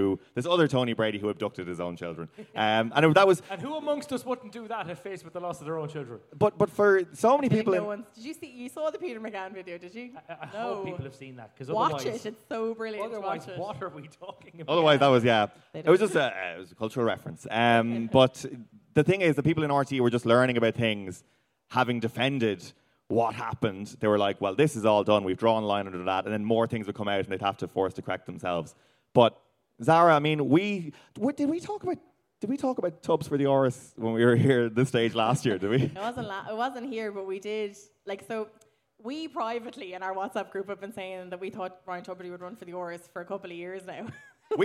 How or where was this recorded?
busy venue